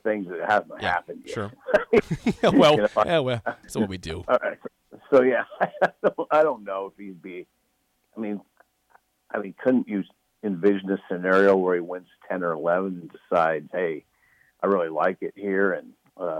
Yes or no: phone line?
yes